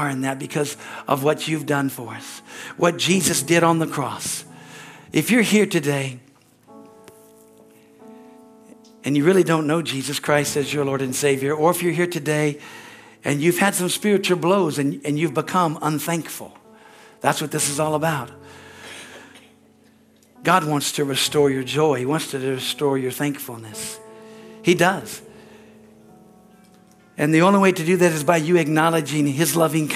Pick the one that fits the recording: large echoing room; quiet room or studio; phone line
large echoing room